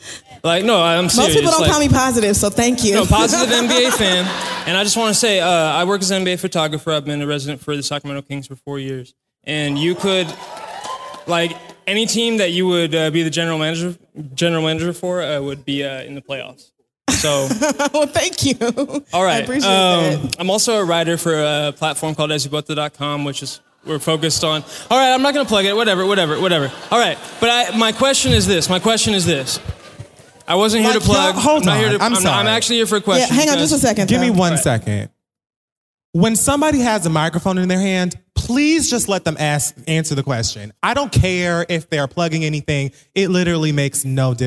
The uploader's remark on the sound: The Read Live from San Francisco